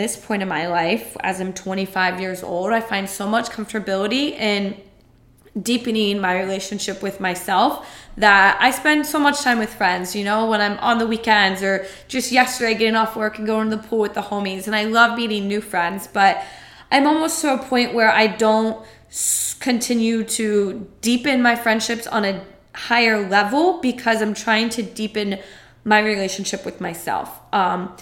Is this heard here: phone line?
no